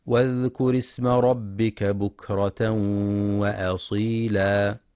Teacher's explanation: ينتبه القارئ لهمزة الوصل فهي تسقط في درج الكلام، فلا يقرأ واذكر اسم ربك بإثبات الهمز.